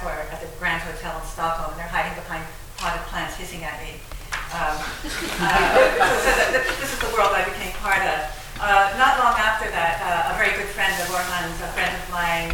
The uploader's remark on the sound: at the Worlds Literature Festival Salon